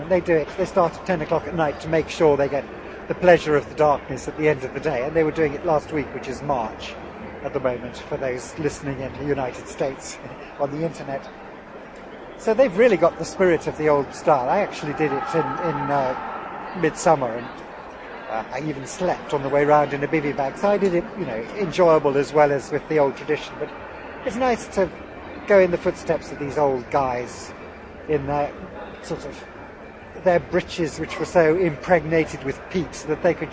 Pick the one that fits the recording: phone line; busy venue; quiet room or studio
busy venue